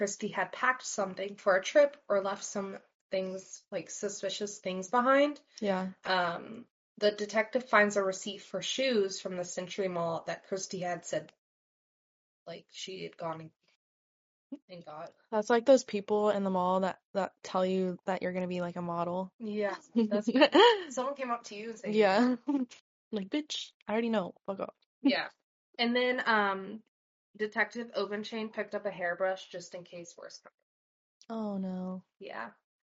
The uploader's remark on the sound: We are having problems getting our microphones to cooperate and sound better.